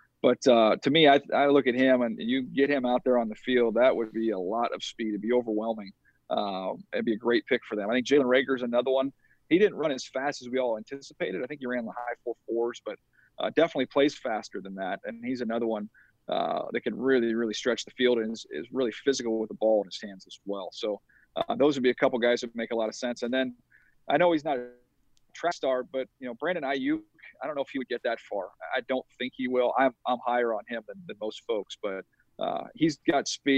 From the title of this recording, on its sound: Calls Into The Lounge